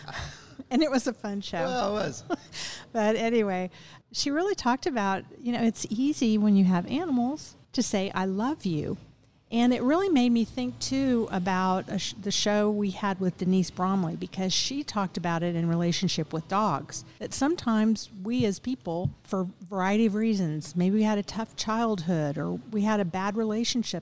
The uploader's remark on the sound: Recorded at Tusculum Brewing Company